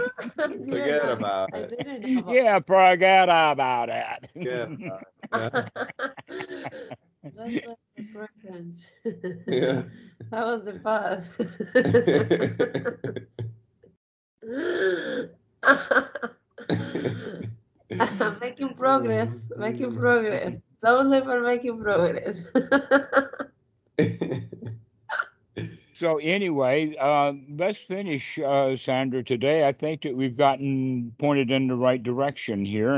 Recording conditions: video call